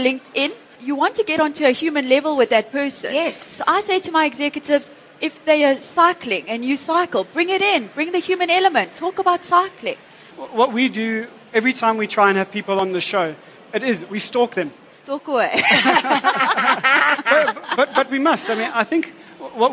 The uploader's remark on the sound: an interactive panel discussion where audience members are able to engage with top experts